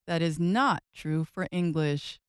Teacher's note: you just heard me add stress to the word not to help make that message clear